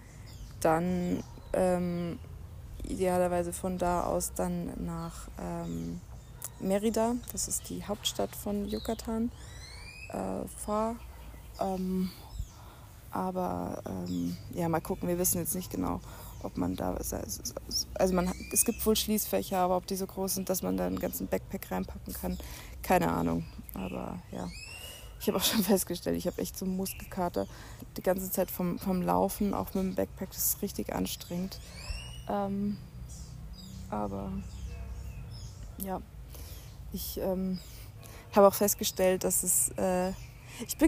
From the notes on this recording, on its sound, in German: Fast live aus der Hängematte im Hostelgarten